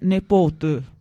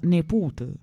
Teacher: Nel dialetto di Trebisaccia, Cosenza, quindi siamo in Calabria, il plurale è segnalato solo dalla vocale tonica interna, che ha subito un processo di metafonia. Nepote, nipote, è foneticamente nepote, mentre neputi, nipoti, diventa nepute, uguale praticamente, uguale.